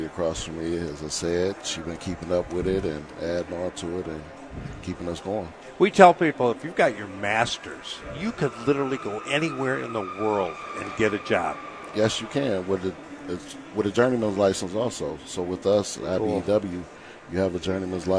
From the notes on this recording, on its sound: The guys are live from the Detroit Auto Show.